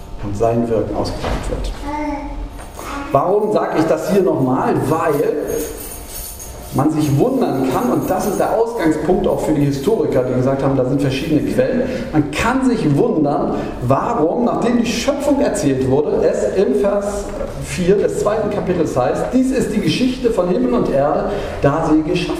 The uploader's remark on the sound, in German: Gottesdienst-Predigt